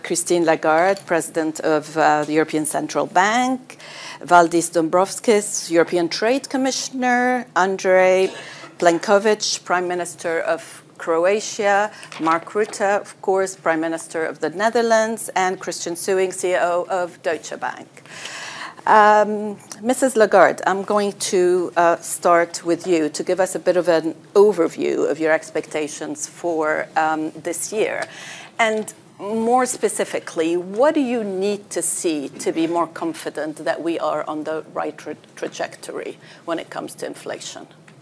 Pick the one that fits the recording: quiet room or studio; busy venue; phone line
busy venue